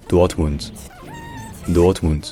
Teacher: Et enfin, le D à la fin, comme toujours en allemand, le D final se dit T